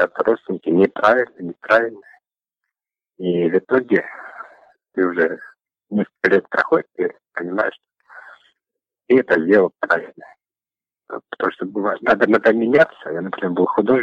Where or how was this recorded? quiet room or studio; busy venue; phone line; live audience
phone line